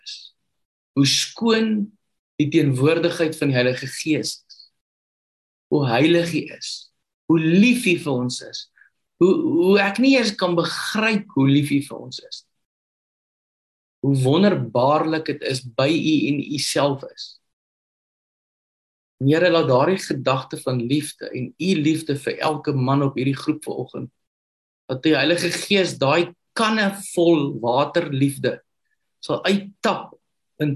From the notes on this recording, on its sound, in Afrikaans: Manne van die Woord Zoom Byeenkoms